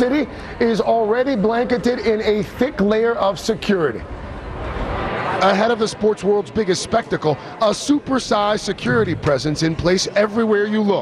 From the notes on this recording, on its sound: Live at the AC Hotel - the morning shows are on the ground.